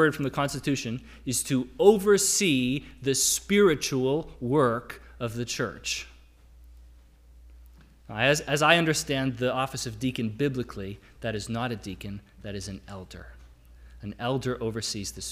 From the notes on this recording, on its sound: Sermon audio from the LBC worship service on Sunday, February 13, 2022.